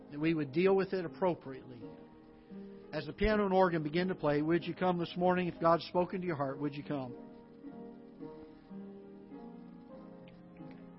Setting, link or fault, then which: setting, large echoing room